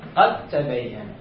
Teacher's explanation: الدال ساكنة أضغمت بالتاء والدال هنا سقطت نهائيا · Term: الإدغام كامل